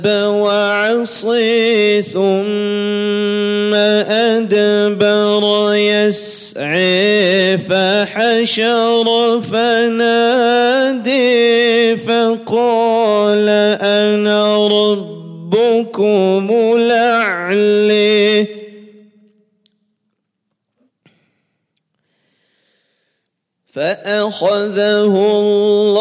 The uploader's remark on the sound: at the Houghton Masjid (West Street)